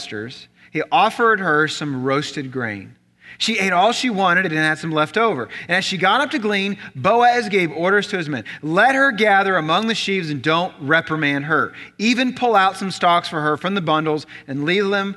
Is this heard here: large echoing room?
yes